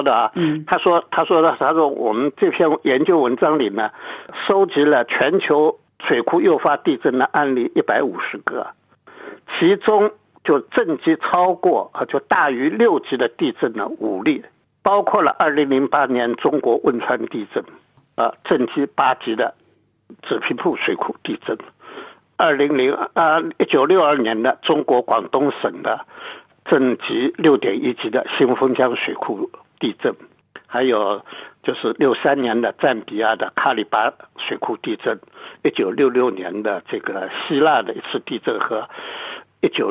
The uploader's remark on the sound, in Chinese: 电话采访